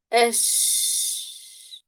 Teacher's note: في نفس، لازم يكون في نفس مع الشين. طيب حرف الشين رخو ولا شديد؟ رخو. إيش معناها؟ صوت الشين طويل